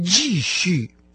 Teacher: Продолжать по-китайски «джи-щи» – два четвертых тона